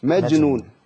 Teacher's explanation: الجيم عندي ساكنة، والجيم الساكنة تقلقل